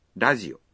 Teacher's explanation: o R de rádio é pronunciado como L